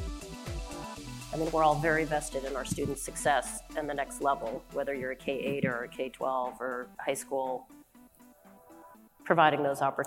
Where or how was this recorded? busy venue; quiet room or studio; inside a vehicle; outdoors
busy venue